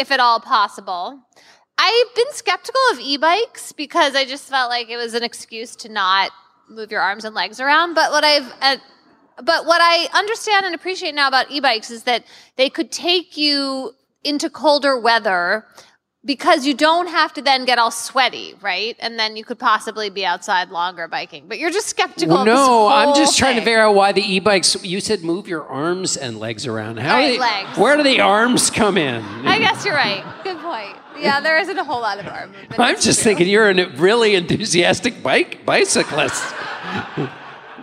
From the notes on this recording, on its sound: Live from Madison!